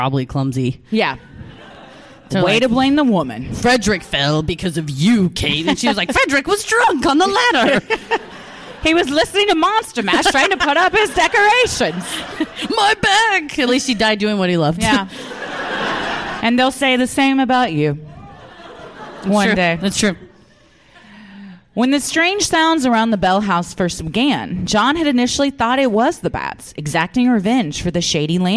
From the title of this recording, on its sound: Live at Dallas Comedy House